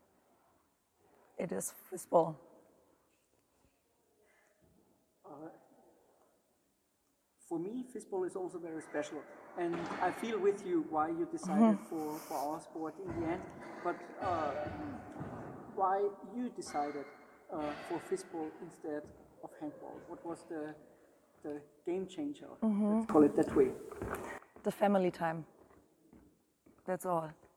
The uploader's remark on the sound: The episode was recorded on 9th of January in Pfungstadt on the morning of the final day at the EFA 2022 Fistball Men´s Champions Cup